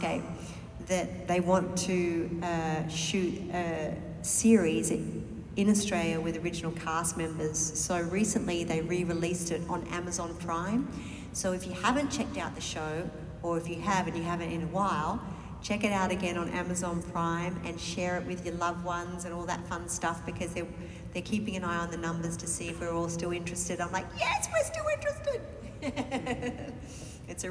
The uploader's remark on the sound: Hashtag Panel at Anime-Zing Con in Davenport, Iowa!